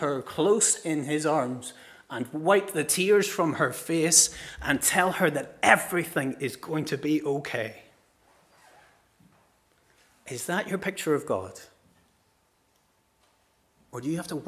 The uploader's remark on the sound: This is the recording of the Bible readings and sermon from our morning service on Sunday 24th September 2023.